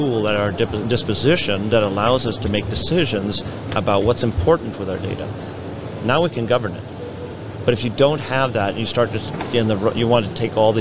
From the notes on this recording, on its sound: at the IoT Solutions World Congress